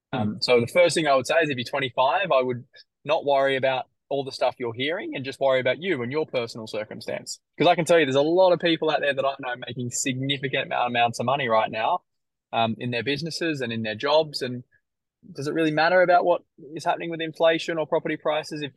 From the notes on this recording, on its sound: was in his car at one of his renovation projects at the time of this recording!